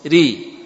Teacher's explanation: Kasrohnya untuk ro tipis.